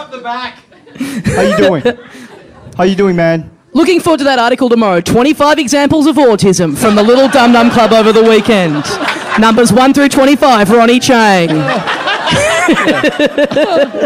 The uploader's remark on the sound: Recorded LIVE at the European Bier Cafe